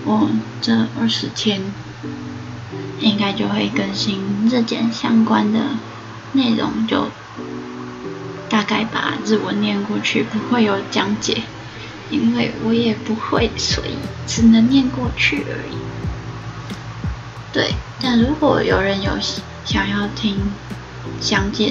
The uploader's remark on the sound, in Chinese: 換耳機了這個音質偏差。